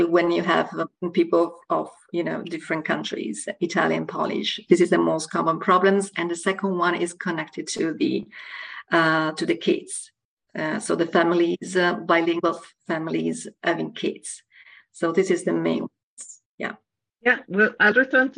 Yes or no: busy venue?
no